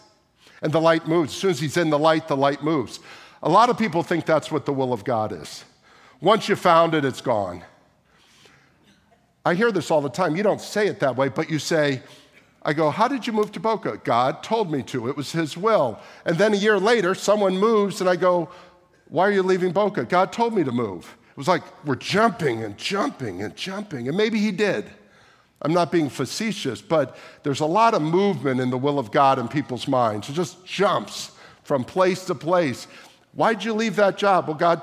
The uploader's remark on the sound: at the May 28, 2023 Sunday morning services of Boca Raton Community Church in Boca Raton, Florida.